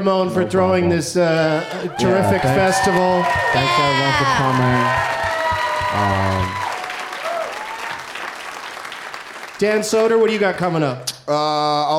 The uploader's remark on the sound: Live from Hilarities in Cleveland